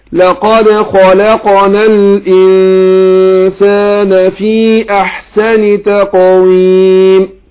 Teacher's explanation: في لقد الدال ساكن، الدال ساكن، والدال من حروف القلقلة، احنا قلنا حروف القلقلة خمسة مجموعة في كلمة قطب جد